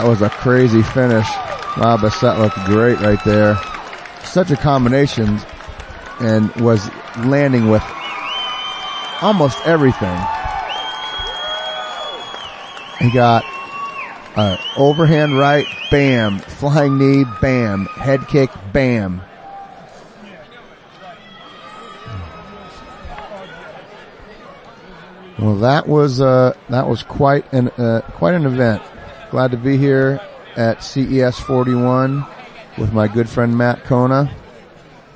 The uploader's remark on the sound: Recorded live at CES 41, Friday Jan 27 at Twin River Casino in Cranston, RI.